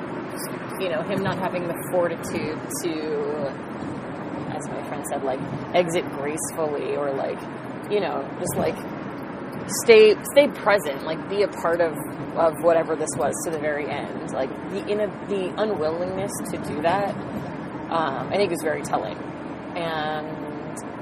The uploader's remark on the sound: talking in the car